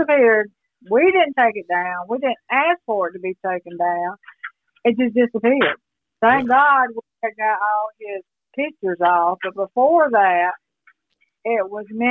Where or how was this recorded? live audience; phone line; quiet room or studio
phone line